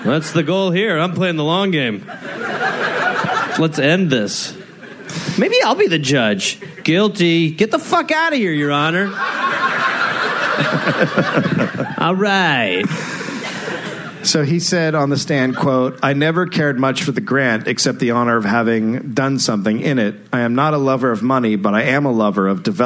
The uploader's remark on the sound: Live in Phoenix